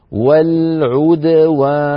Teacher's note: الشفتان تنضمان عند العين وعند الواو التي بعد الدال، أما عند الدال فلا، لا نقول والعدوان، لا نقول والعدوان، وإلا تصير الدال مضمومة، الدال ساكنة مقلقلة.